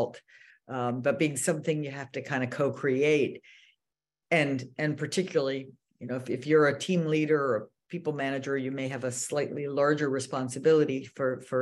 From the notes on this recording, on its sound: This podcast is taken from our regular webinar series, Your Brain at Work Live.